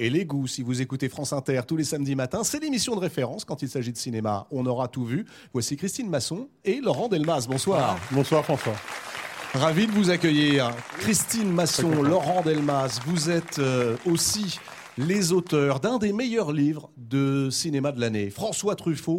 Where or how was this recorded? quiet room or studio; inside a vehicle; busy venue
busy venue